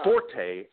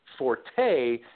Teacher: the first confusion that happened was it got confused with, once that E was, spurious E was added, it got confused with the Italian musical direction F-O-R-T-E, which means play loudly, right? So that's forte, accent on the four. · Shown in: first take